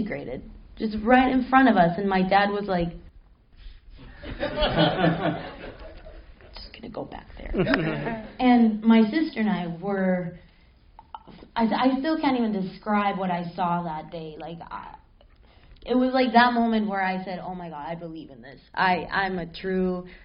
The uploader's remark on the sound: Panel at Horrible Imaginings. Horrible Imaginings Film Festival 2015 has come to an end. To join me on the stage.